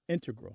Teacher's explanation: more likely to say integral with the stress on the first syllable.